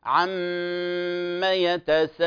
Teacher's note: لاحظوا قوله تعالى عم يتساءلون، لاحظوا كلمة عم فتحة، فلا نشبع الفتحة بحيث تصبح ألفا، عما يتساءلون، هذا خطأ.